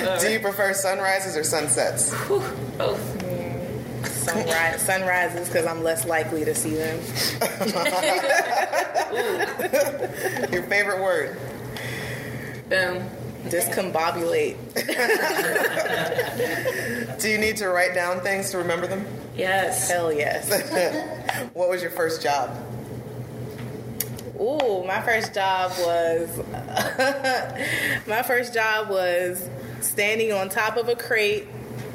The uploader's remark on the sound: During a live podcast.